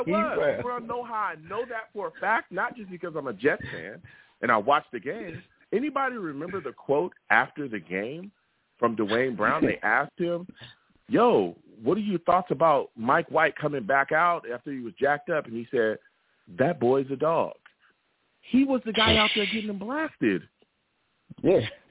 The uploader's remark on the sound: I take live callers!